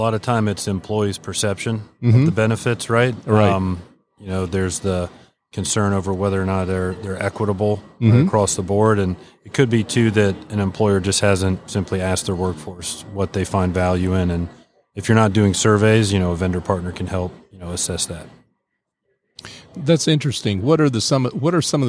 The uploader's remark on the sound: LIVE from SOAHR 2023. North Fulton Business Radio.